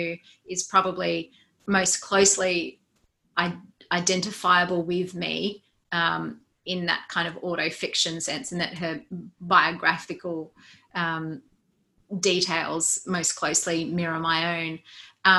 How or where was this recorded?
video call